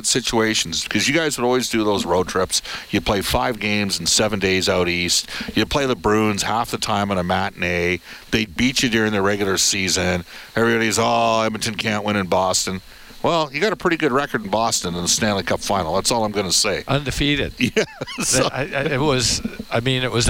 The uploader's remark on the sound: Live from Rogers Place